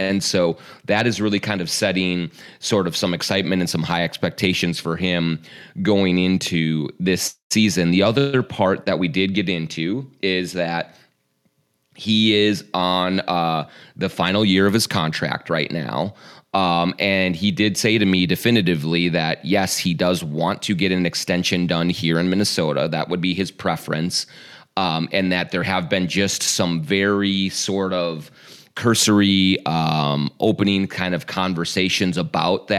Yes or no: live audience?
no